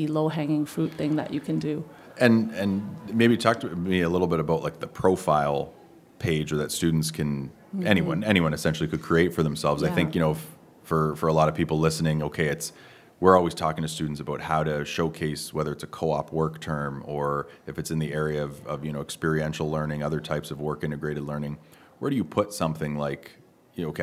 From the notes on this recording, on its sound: Live from the 2023 CEWIL Conference